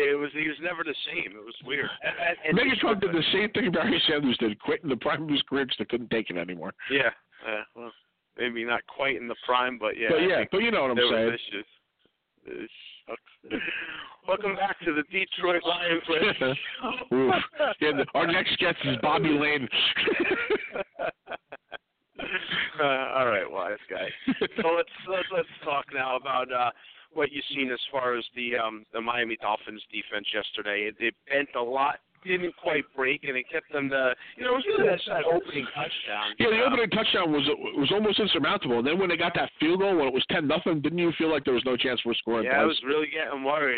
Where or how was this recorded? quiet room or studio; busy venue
busy venue